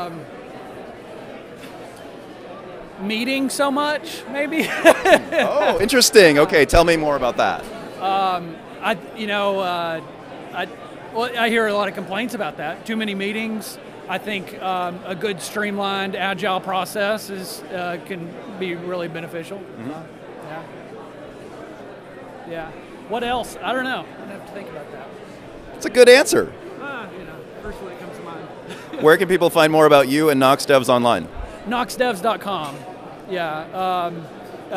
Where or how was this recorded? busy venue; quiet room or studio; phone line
busy venue